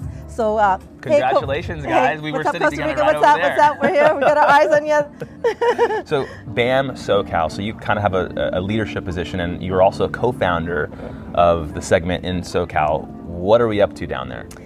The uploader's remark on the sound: Today's episode is a series of (3) LIVE interviews taken from the February 2020 BAM conference, or Blacks at Microsoft conference.